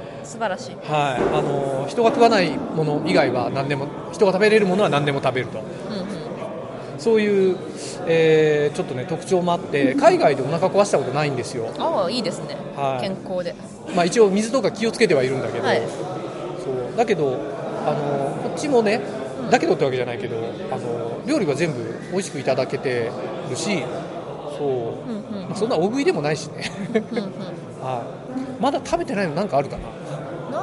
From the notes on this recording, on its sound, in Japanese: 海外ゲームショー遠征スロバキア編。GameDays初日。会場のライブ収録のため、雑音が多く音声が聞こえにくい箇所が多々あります。